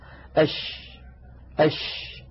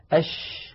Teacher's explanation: تجدون بأن صوت حرف الشين ينتشر الصوت في الفم · Term: صفة التفشي